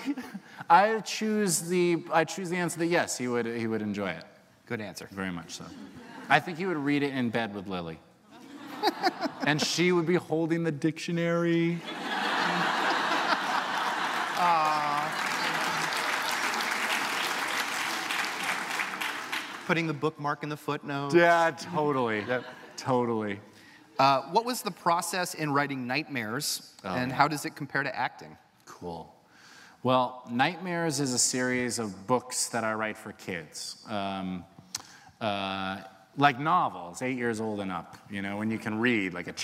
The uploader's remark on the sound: recorded on July 27, 2015 in front of a live audience at New York's 92nd Street Y